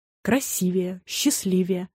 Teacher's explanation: Ударение в сравнительной степени «красивее» падает только на второй слог, и никак иначе.